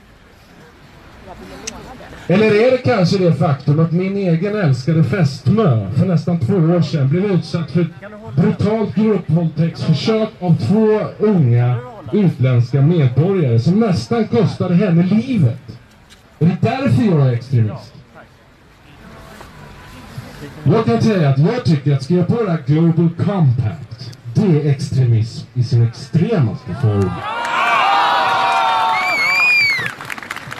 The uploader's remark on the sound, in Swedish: på Mynttorget 8 december 2018